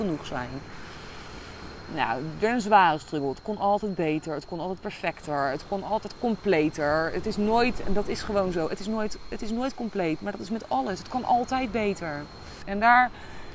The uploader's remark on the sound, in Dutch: opgenomen op het strand in Koh Phangan Thailand